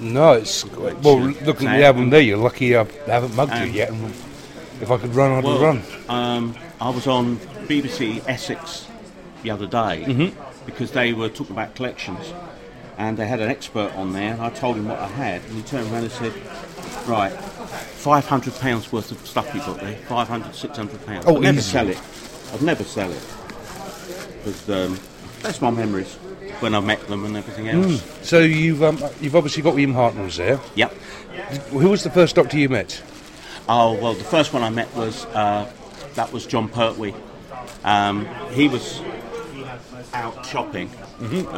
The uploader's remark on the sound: This episode was recorded at a signing event. At Waterstone’s, Lakeside, Thurrock. Sadly the podcaster roundtable recording audio wasn’t usable.